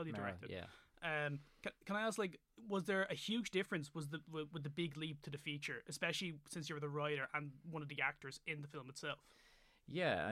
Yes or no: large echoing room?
no